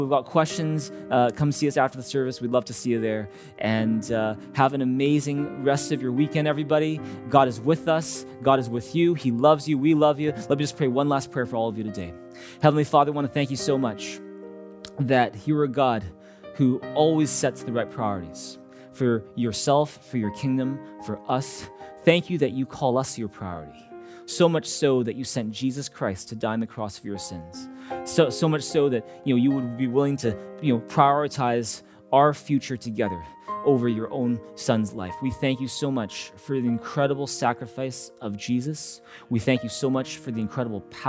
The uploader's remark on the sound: Recorded on August 8, 2021 at THRIVE Church Vancouver, Canada.